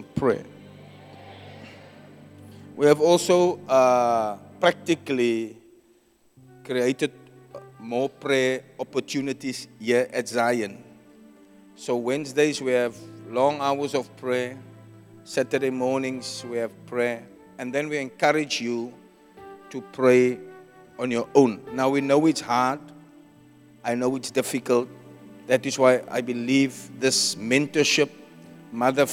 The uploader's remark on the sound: Preached at Zion Sanctuary